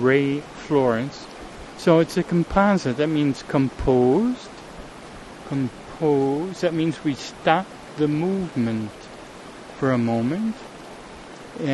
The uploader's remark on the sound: A streamside introduction. Recorded in the OREGON mountains, on a beautiful JULY morning. The #Sun2Sound little speaker & mp3 player I keep referring to and using during the the talk.